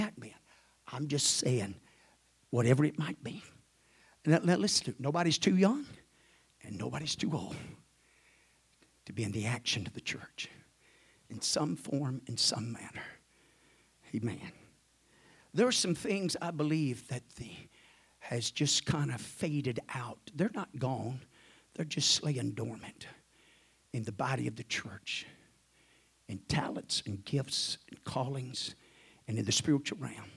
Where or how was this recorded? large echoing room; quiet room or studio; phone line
large echoing room